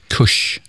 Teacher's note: Så att också där, så när jag säger då till exempel kurs, på skånska när jag uttalat bakre R och ett S, så blir det kurs eller någonting kurs.